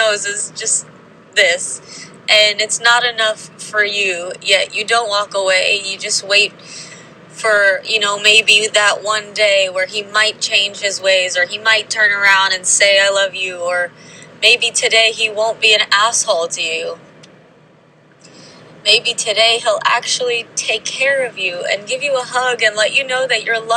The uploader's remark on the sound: Today's episode is a compilation of actual thoughts that I've recorded on actual Journal Drives.